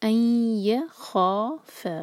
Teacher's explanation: खौ जो heavy letter है, खौ दो हरका, मद तबई आगे फा भी दो हरका, अय खौफ, तो या को नहीं भारी करना, यौ नहीं कहना, अय खौ फा, खौ हैवी फा लाइट।